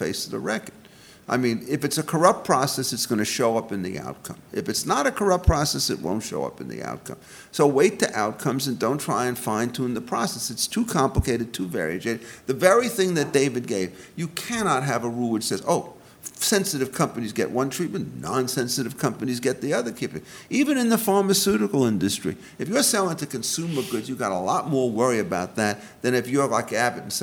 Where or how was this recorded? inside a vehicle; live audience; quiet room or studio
live audience